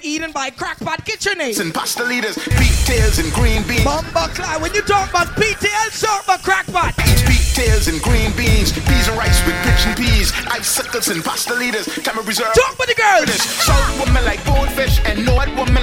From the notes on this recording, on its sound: Live audio inside Lip sticks and things after party.